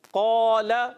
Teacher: اب ہم نے پڑھا قال تو اس کا الف موٹا ہو گیا، قاف الف سے پہلے پر حرف ہے. ٹھیک ہے نا، الف سے پہلے پر حرف آ جائے تو الف پر ہو جائے گا.